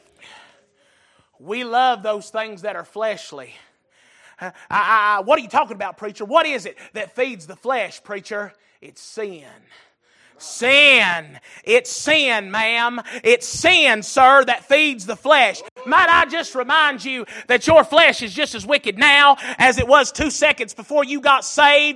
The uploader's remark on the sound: Recorded January 22, 2023 - Sunday Evening Service